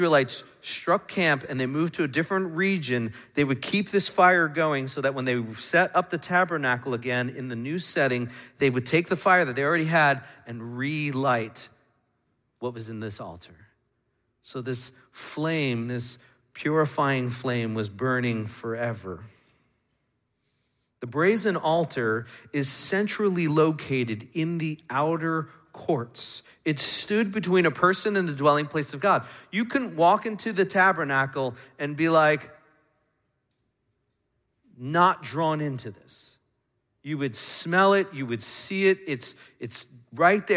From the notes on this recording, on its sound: Midland Evangelical Free Church Sermon Audio